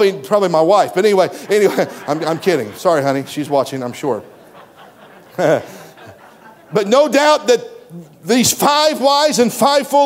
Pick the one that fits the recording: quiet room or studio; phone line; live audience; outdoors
live audience